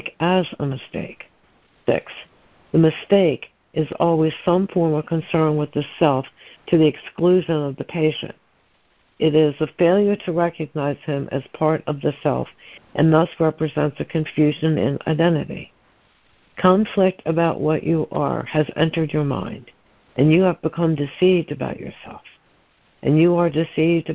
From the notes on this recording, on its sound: ACIM Daily Conference Call.